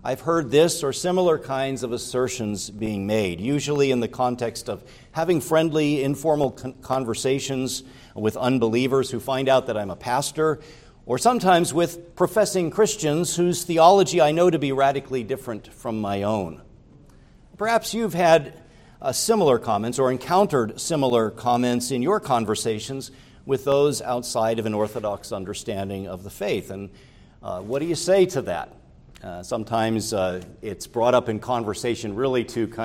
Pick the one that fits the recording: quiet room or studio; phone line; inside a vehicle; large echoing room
large echoing room